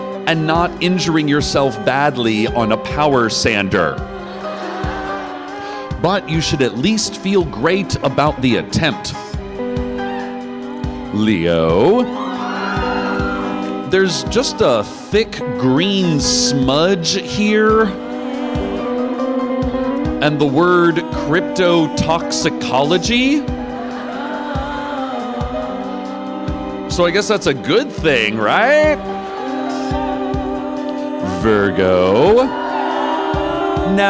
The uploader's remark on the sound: An excerpt from our recorded live show, "The Librarian," recorded live on January 16, 2015 at Skirball Center, New York, NY.